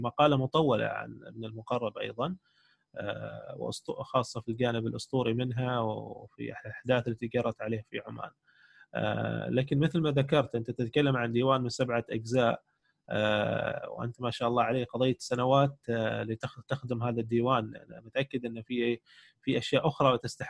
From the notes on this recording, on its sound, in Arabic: قناة أهل الكهف على برنامج Zoom. قناة أهل الكهف على برنامج Zoom. وتبث مباشر على الفيسبوك والتويتر واليوتيوب.